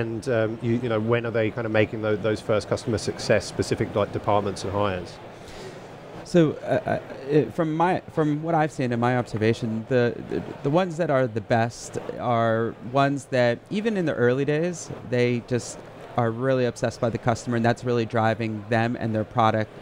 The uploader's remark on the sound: On the SaaS Revolution Show, live from Slush 2019.